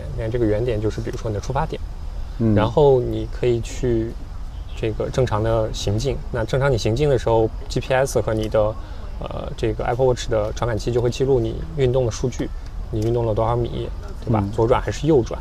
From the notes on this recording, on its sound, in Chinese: 这次虽然做了一些准备，但发现室外背景的杂音还是挺多。